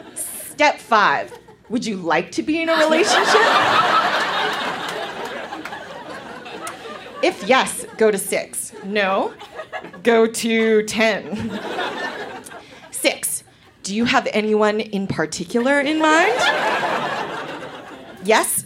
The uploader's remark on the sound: Recorded live in Calgary, AB.